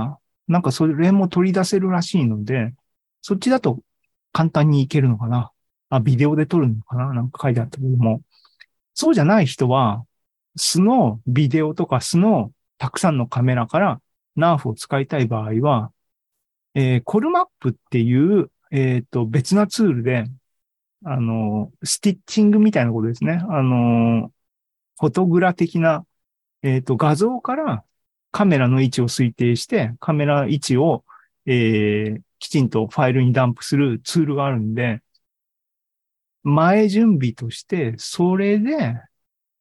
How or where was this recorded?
video call